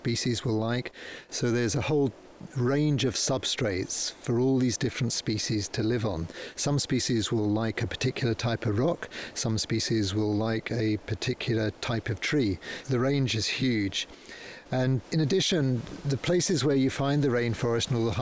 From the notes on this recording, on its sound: Recorded on site at Tanish National Nature Reserve